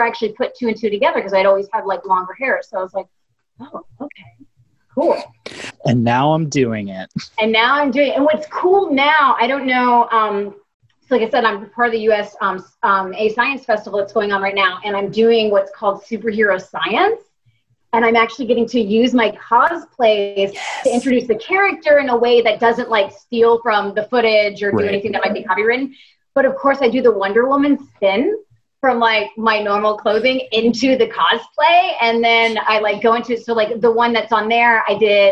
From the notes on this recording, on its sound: LTN Con Q&A. This live Q&A panel (held socially distanced online).